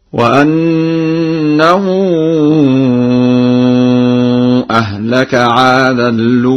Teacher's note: قرأ ورش بنقل حركة همزة الأولى إلى اللام وحذفها وإضغام التنوين في اللام